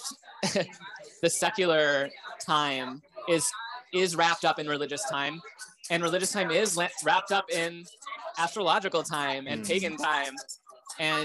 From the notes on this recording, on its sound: a live pod at Cafe Reggio in the Village